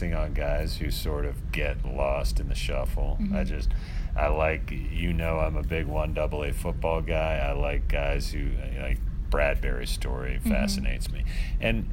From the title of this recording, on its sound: Live from Carolina Panthers' minicamp